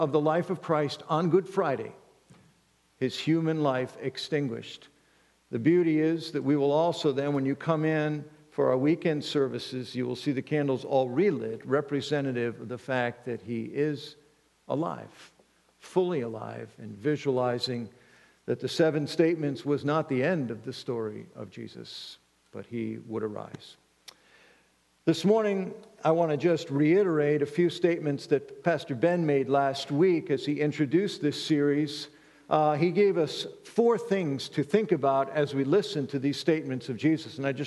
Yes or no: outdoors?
no